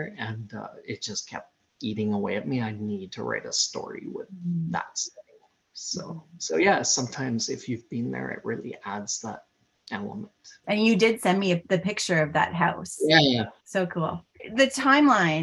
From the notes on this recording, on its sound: Recorded over Zoom so the sound is a bit choppy.